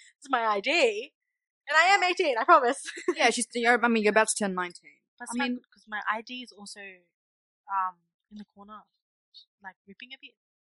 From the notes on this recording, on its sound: The audio messed up during the editing, we suggest you have your volume up all the way. Recommend using headphones for the first episode.